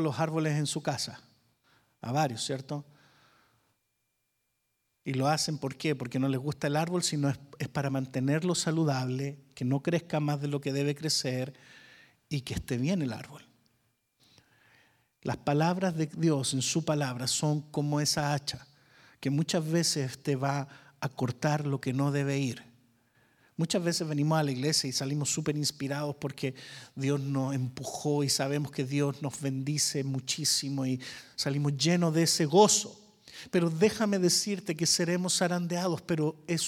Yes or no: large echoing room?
yes